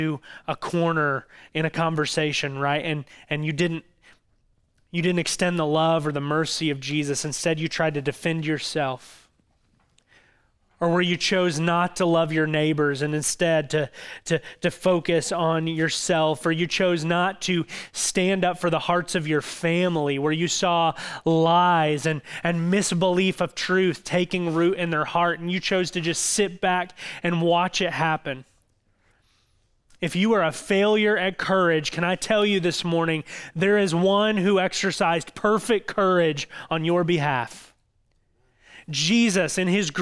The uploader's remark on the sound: audio from New City Church in Champaign-Urbana, IL